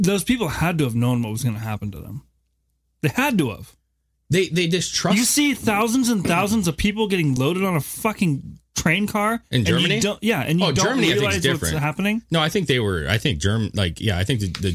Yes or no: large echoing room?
no